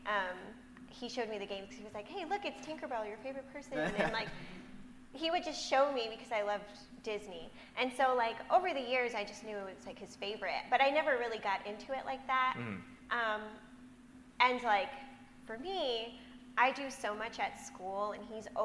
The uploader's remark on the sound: Live from RECONNECT YEAH